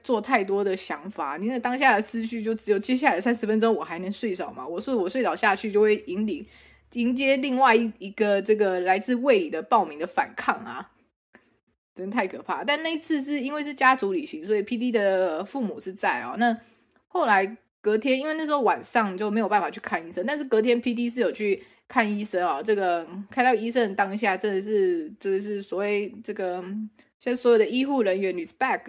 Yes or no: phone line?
no